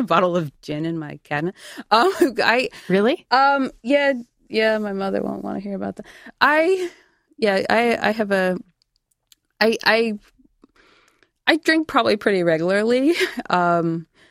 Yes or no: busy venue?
no